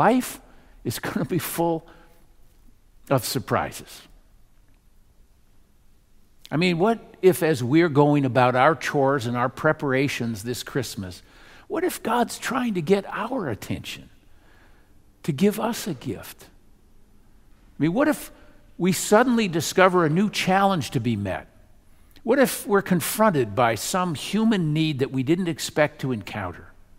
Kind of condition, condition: setting, large echoing room